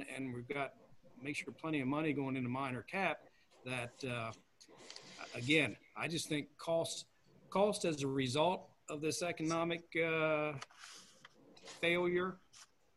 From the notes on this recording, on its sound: An audio recording of the Indian River Board of Education special meeting. This meeting was conducted online using the Zoom video conferencing platform.